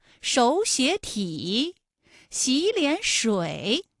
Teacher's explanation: 前两个音节是二声，也就是三五，三五加三五，最后一个字是214